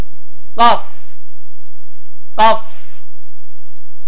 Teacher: Dilin son hissəsini yuxarı udlağa vurmaqla və hava axınını tamamilə dayandırmaqla Azərbaycan dilində olan q səsinin qalın formasıdır. · Term: Qaf hərfi